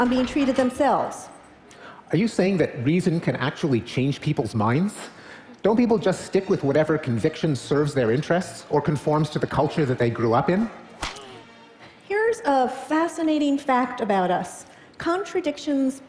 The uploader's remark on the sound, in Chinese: 这段对话是在TED现场录制